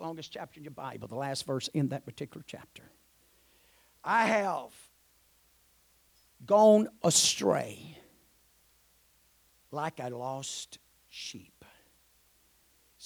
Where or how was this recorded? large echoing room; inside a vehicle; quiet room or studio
large echoing room